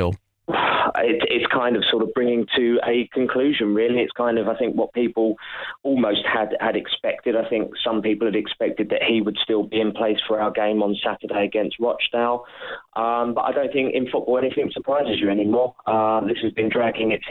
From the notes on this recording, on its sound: There's also a special guest on the phone.